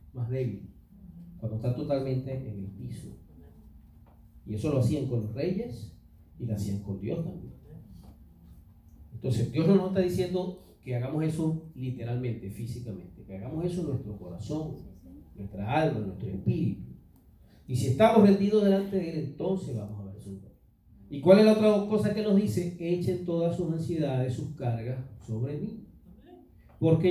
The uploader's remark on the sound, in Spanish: En vivo en nuestra iglesia, Church of God Centro Cristiano Renacer.